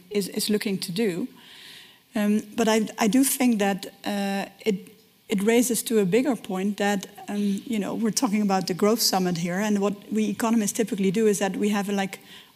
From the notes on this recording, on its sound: This is the full audio of the Chief Economists Briefing session at the Growth Summit. This is the full audio of the Chief Economists Briefing session at the Growth Summit.